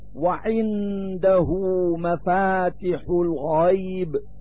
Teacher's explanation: فحركة الهاء من كلمة عنده تمد لفظا